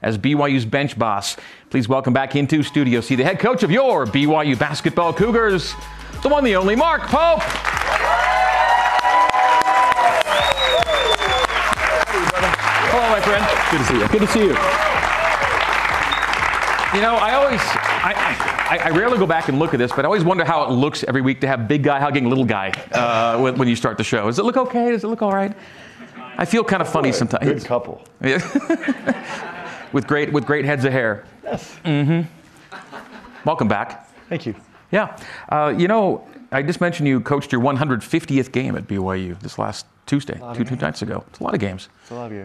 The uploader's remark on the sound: A live audience in Studio C.